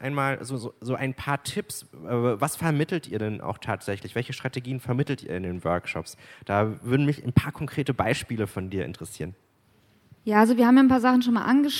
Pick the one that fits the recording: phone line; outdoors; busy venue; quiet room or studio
busy venue